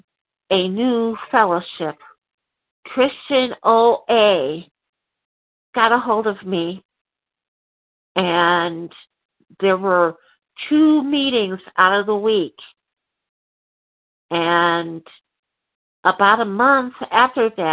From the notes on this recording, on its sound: from the 100 Pounders Phone Meeting